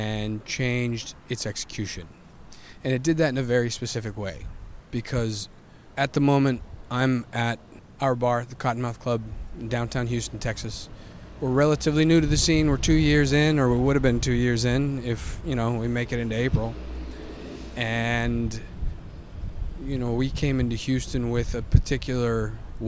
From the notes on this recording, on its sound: Almost Live from The Cottonmouth Club in Houston, Texas!